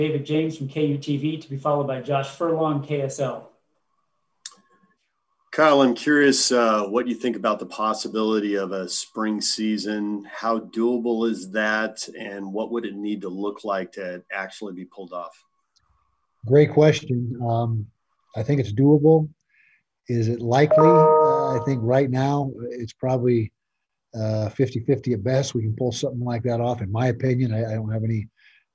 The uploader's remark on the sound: during a Zoom press conference